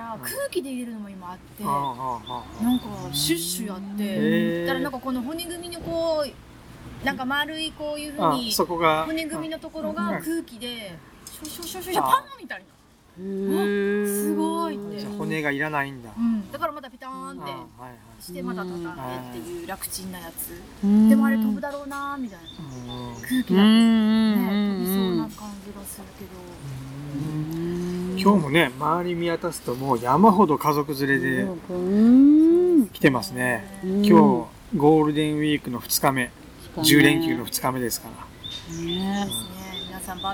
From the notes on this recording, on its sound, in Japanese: メンバーでBBQ（バーベキュー）をしてきました。今回はBBQ時に野外で収録し。